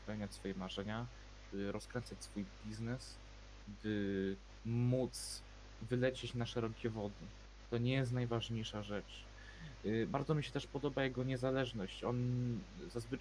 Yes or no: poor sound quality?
yes